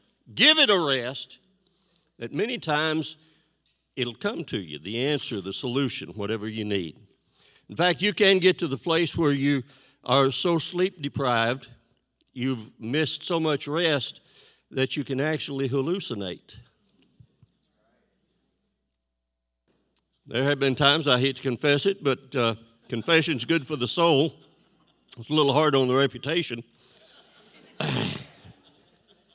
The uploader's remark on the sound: This JAT was recorded live on May 8th, 2022 at Newark United Pentecostal Church.